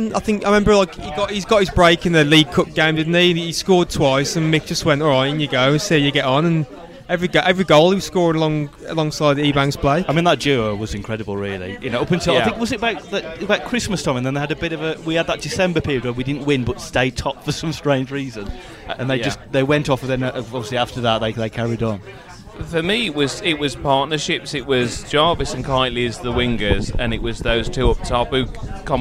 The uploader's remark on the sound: Recorded at the Lych Gate Tavern in Wolverhampton